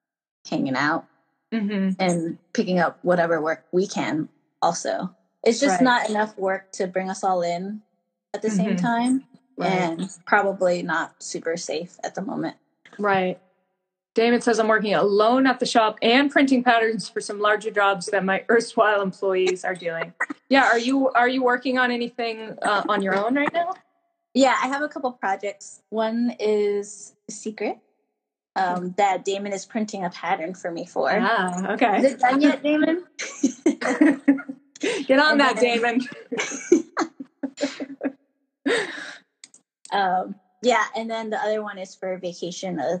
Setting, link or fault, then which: fault, poor sound quality